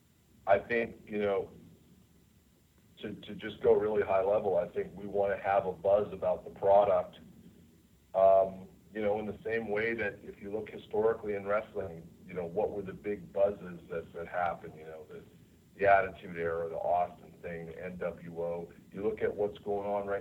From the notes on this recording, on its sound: This is the full audio for the Impact Wrestling Media Call held earlier this morning.